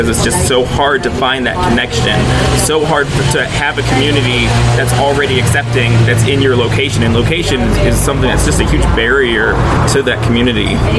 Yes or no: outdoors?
yes